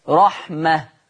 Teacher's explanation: التاء المربوطة اللي عليها نقطتين لما يجي عليها تنوين مفتوح أقف بسكون الهاء